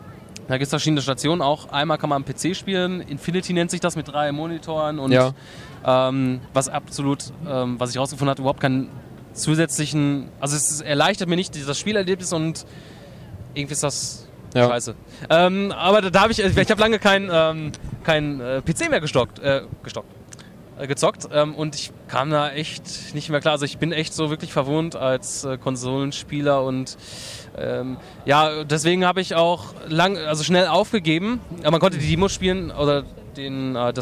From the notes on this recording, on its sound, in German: Wir melden uns “fast” Live von der gamescom 2012 in Köln aus der Sommerpause zurück.